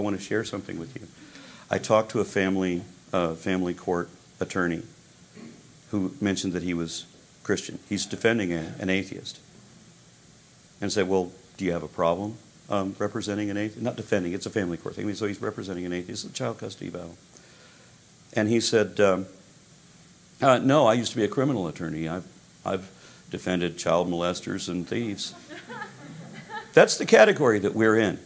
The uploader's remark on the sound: Live speech at Eastern Illinois University. 30 minute speech with a half hour QnA included.